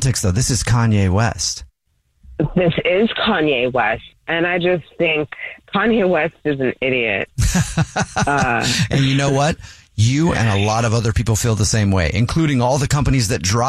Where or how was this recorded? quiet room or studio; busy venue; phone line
phone line